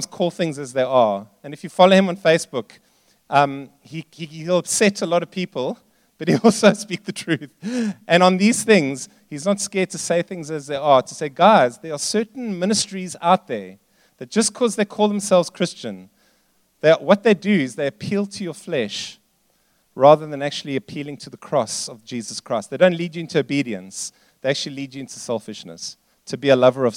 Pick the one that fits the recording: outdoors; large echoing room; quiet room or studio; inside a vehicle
large echoing room